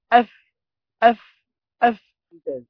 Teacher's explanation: الفاء تخرج من بطن الشفة السفلى، بطن الشفة السفلى هكذا هنا، مع أطراف الثنايا العليا، السنتين الأماميتين، أقول أف أف أف.